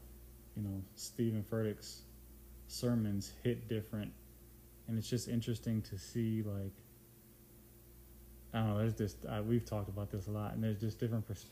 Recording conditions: uneven or low level